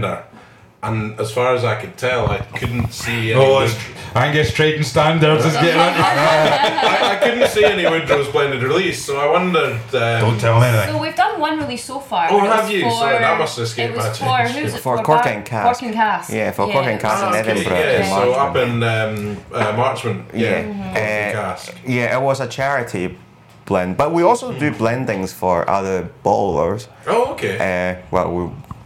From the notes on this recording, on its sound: This was a lot of fun to record once again at The Athletic Arms in Edinburgh